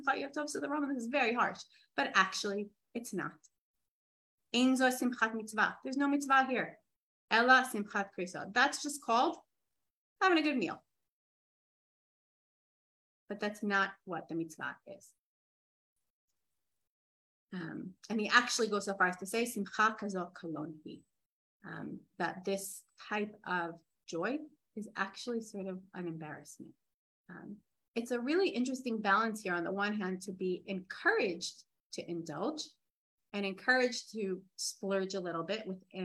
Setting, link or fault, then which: link, video call